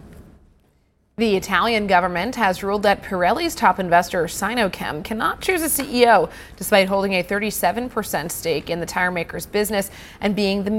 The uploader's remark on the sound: we are live at the Paris Airshow